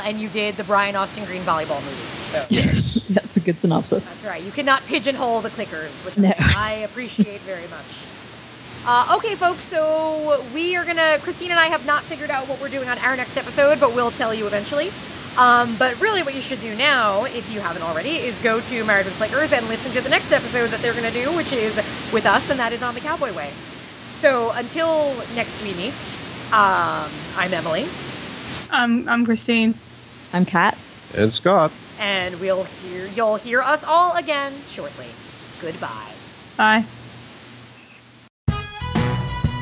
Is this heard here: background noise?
yes